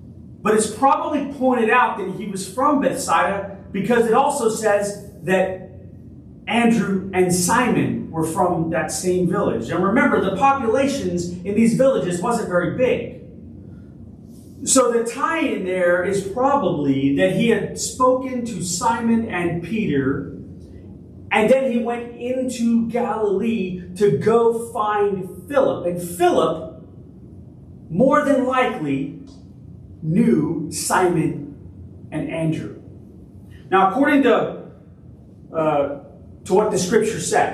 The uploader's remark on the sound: Originally delivered on September 3, 2023 at Crossroads Christian Fellowship in San Antonio, TX